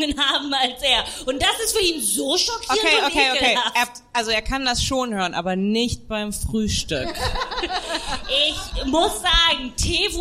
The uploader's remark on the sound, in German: Haben wir auch das allererste Mal im Comedy Café Berlin LIVE aufgezeichnet. Wir haben an dem Abend 280 Euro Spenden für das Diversity-Programm vom Comedy Café eingenommen.